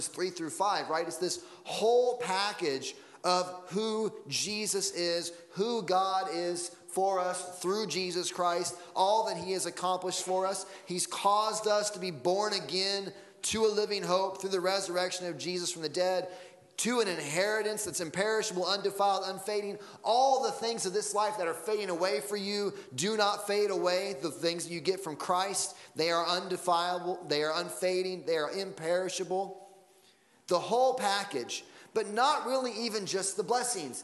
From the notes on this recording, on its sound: Sunday Morning Sermon Audio